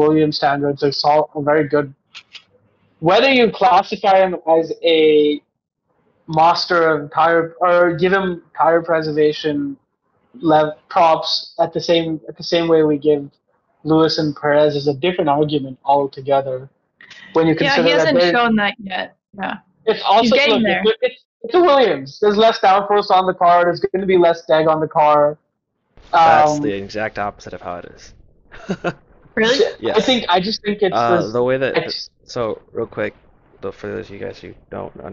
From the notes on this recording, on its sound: Firstly, sorry for the audio.